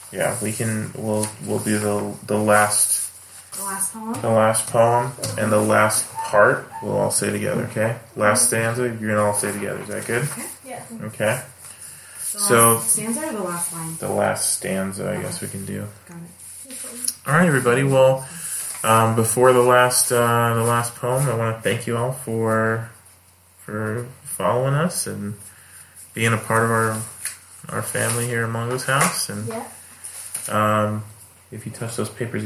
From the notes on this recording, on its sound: I apologize for the audio quality.